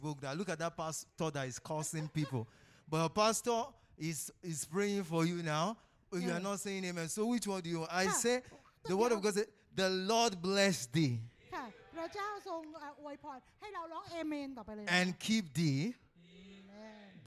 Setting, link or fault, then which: setting, live audience